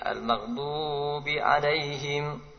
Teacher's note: Berikutnya memanjangkan dot lebih dari dua harokat.